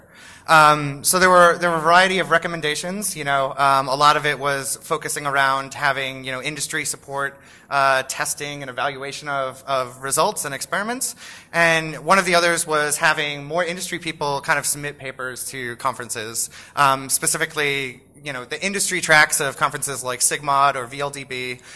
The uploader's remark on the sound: Live at RICON, 2014.